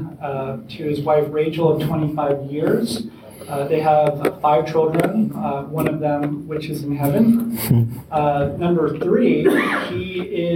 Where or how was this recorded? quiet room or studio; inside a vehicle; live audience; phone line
live audience